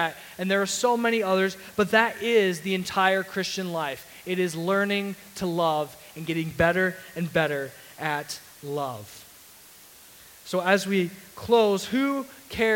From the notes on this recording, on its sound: Sermon audio from CityGate Church